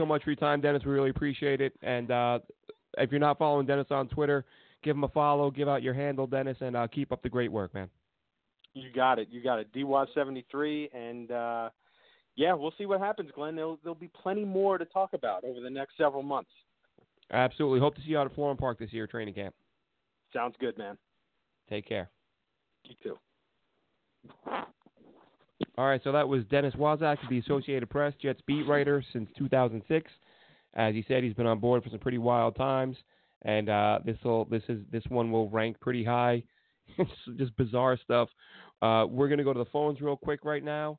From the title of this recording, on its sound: Call